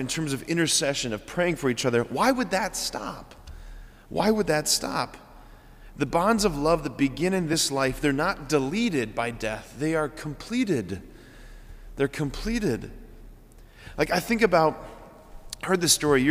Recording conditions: large echoing room